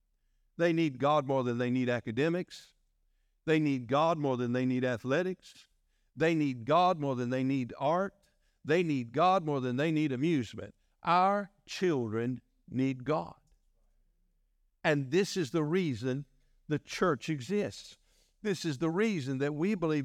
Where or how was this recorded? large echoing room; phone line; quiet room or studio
large echoing room